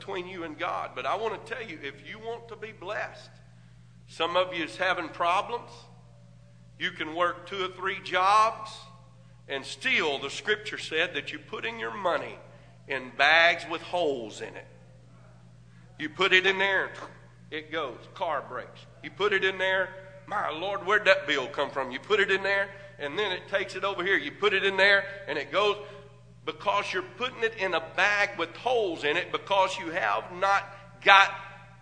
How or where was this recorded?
large echoing room